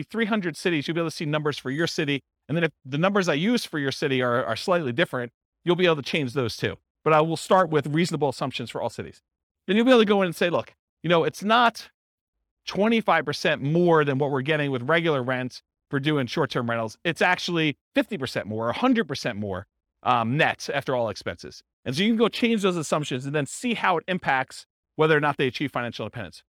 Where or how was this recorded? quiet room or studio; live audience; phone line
live audience